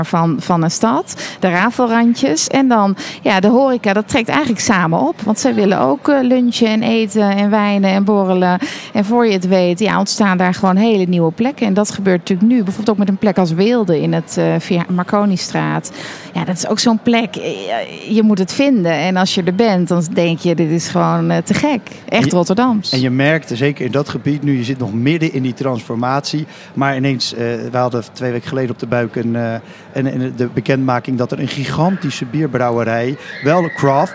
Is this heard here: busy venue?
yes